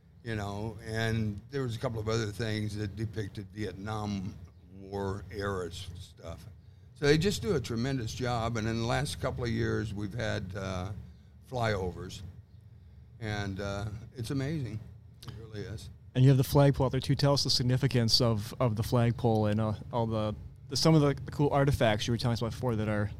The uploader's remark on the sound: It’s all live from Camp RZR. Welcome to Glamis.